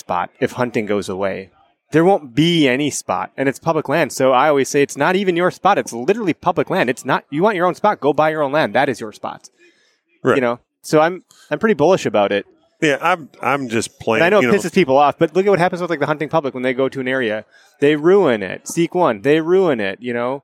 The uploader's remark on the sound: This podcast was recorded in the Latitude Outdoors booth at the 2022 ATA show in Louisville Kentucky.